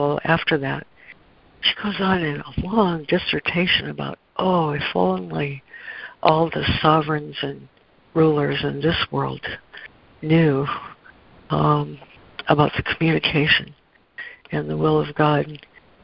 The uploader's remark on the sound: ACIM Daily Conference Call